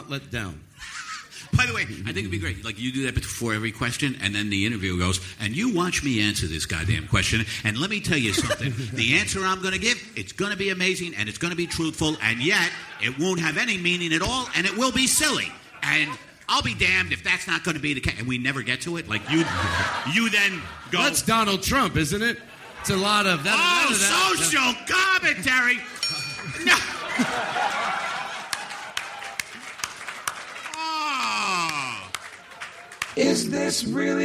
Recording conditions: live audience